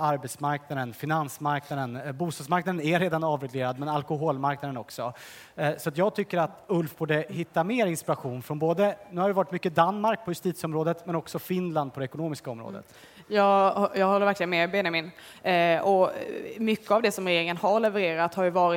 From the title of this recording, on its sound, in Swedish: Livepodd från Almedalen